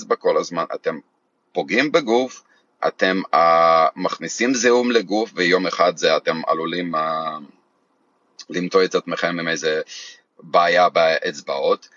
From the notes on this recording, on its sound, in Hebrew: זו הקלטה של שיחת לייב בקהילת פייסבוק שלנו - ״תזונה קטוגנית מחטבת״.